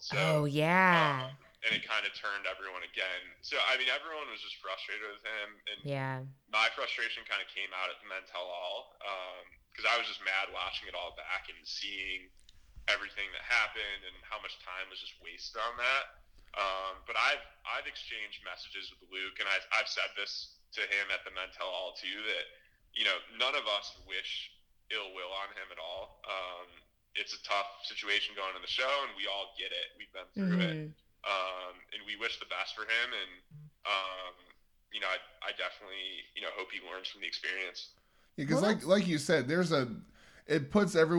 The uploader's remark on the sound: Phone interview.